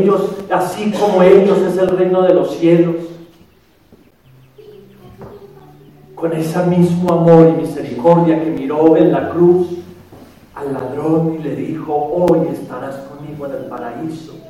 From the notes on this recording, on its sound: The audio files are Sunday mass homilies from Our Lady of Purification Church (Spanish) in Dona Ana, N.M.